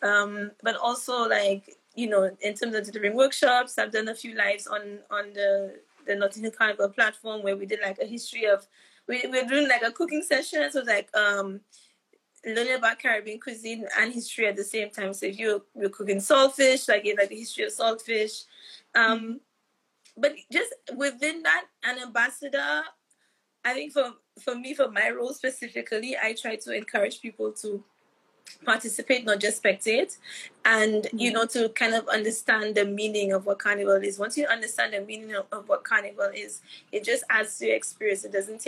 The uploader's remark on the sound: live Instagram interview